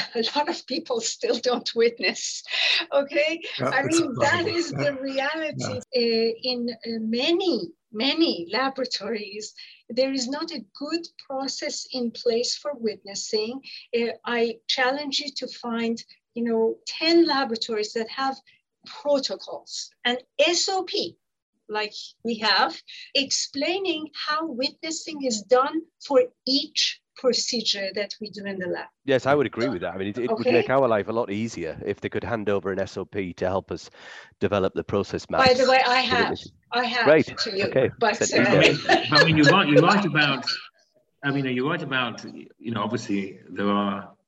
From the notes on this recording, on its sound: conversations our panels are having in the 'after party' zoom